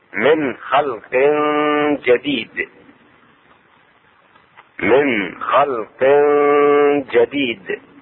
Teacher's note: إخفاء التنوين وهي كسرتين مع الجيم ومع الغنة